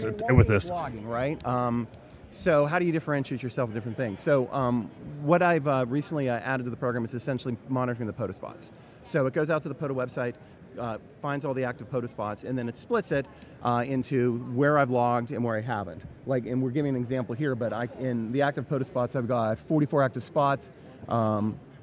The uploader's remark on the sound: Huntsville Hamfest Live. Live interview.